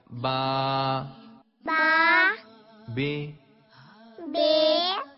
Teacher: عربی میں با دونوں ہونٹوں کے تر حصے سے ادا ہوتا ہے